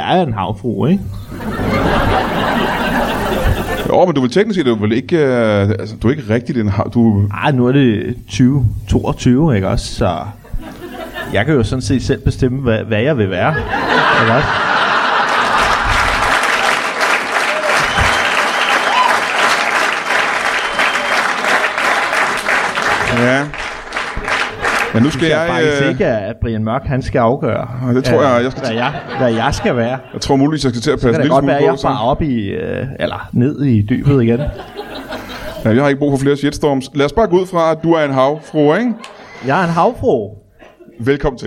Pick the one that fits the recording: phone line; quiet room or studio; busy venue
busy venue